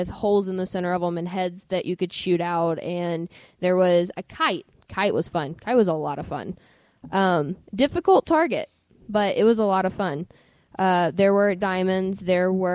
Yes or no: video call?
no